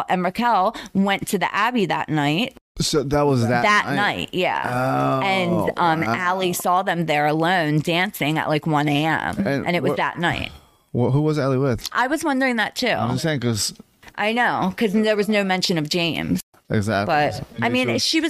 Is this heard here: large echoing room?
no